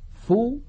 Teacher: فلما نقول فو لا أنفسكم لا يخرج مع هذه الفاء غنة، يعني لا نقول أنفو فو عندما ننطق الفاء لا ننطق معها غنة بل تبقى الغنة محصورة في الحرف الأول وهو النون · Term: إخفاء النون